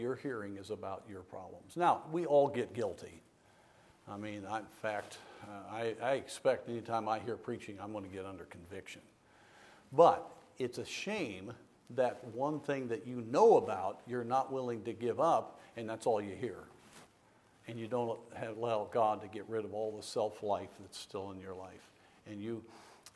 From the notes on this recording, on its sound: from the chapel platform of Baptist College of Ministry